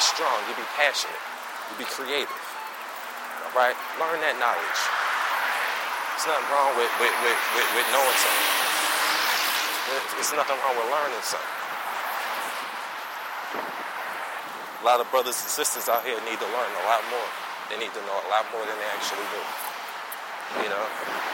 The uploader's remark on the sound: A 'Walk and Talk' type of show. While I go get some food.